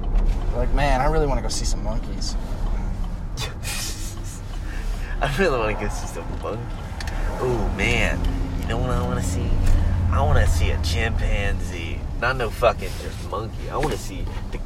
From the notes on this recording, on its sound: driving and laughing some more in this one!